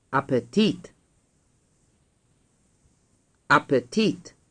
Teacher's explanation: Notice that the I in Appetit is long and stressed.